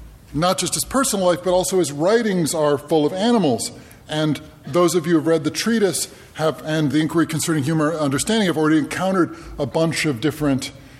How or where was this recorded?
live audience